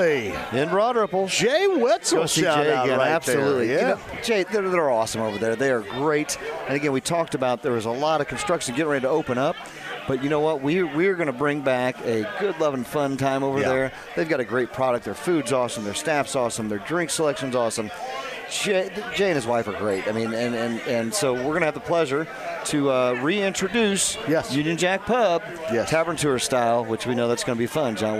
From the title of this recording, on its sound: Live From The Rook